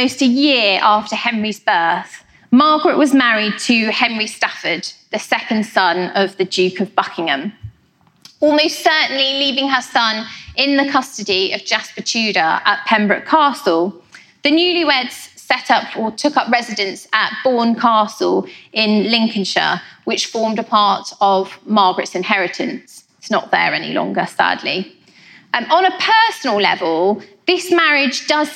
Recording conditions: live audience